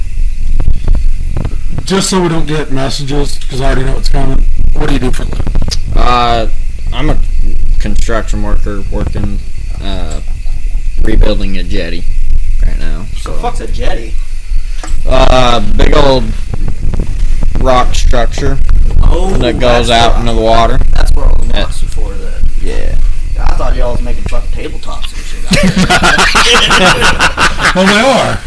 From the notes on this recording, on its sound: Our sound quality isn't great this week due to being outside